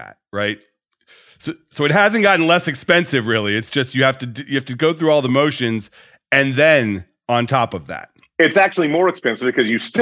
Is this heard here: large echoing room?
no